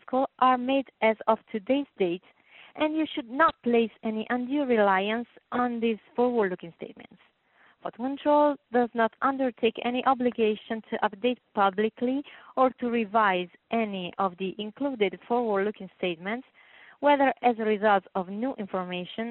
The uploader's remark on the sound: Third quarter 2020 earnings call for Photon Control Inc.